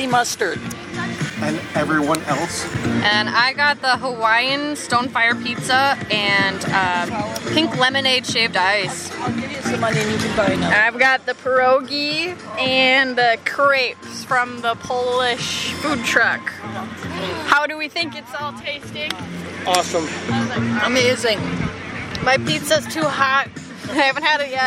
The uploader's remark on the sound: They also record live from Food Truck Friday in Eau Claire.